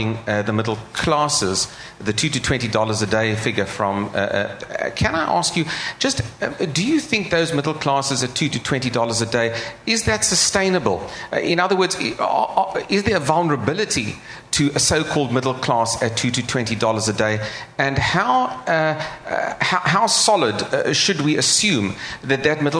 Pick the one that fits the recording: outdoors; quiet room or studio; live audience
live audience